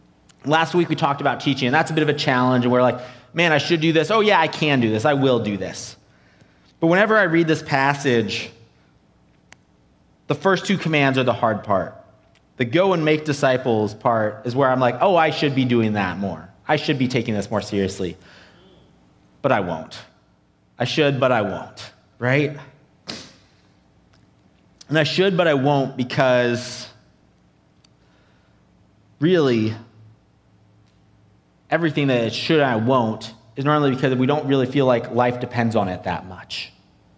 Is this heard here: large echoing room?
yes